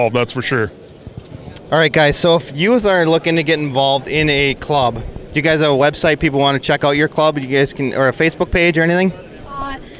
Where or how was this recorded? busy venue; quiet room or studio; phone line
busy venue